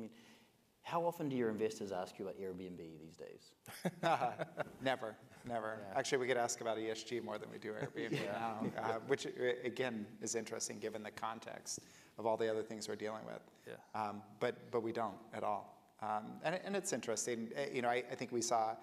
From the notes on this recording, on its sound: One of the most popular sessions held each year at the HUNTER Conference, Wall Street Talks.